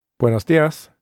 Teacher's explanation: In Spanish, it's the word buenos that's emphasized.